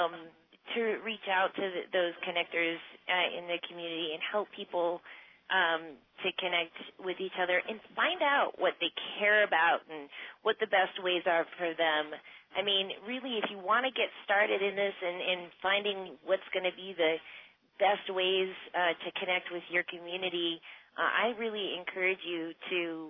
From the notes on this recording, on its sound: This call aired live on 8-13-15.